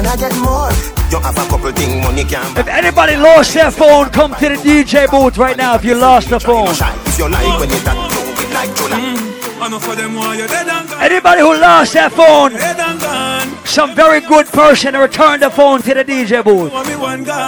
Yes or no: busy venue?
yes